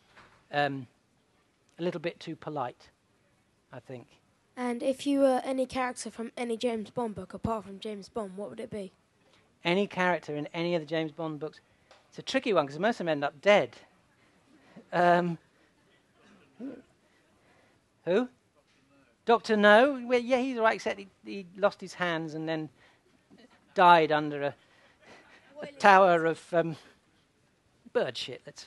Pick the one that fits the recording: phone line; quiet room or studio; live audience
live audience